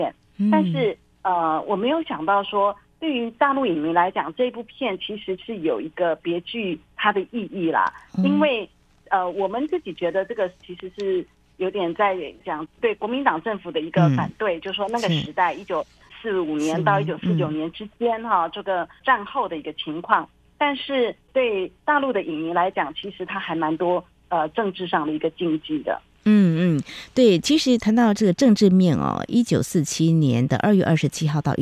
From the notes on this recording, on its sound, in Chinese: 連線訪問中央社駐上海記者